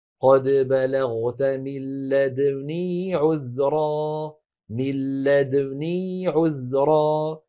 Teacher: والوجه الثاني كما فعلنا بلدنه، بدال ساكنة متبوعة بضم للشفتين من غير صوت ثم نون مكسورة